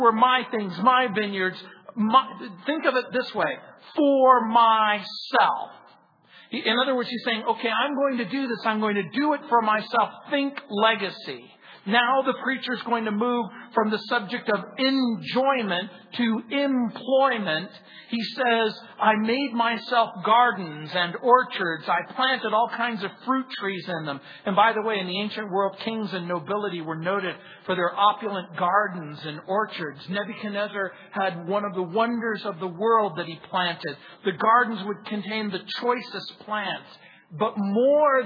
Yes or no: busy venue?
no